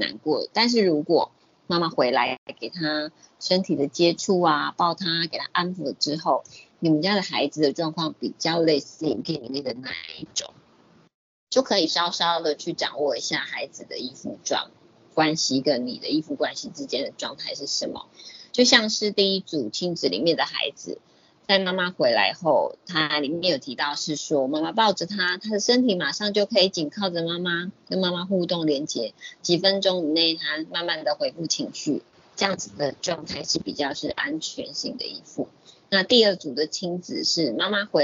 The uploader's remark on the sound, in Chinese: 講座錄音。此為線上課程錄音檔。